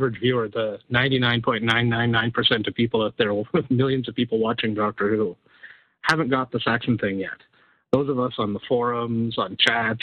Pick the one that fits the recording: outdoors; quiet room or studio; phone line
phone line